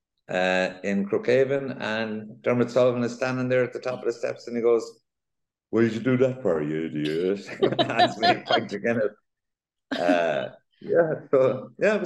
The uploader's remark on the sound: on a zoom call from his Dublin home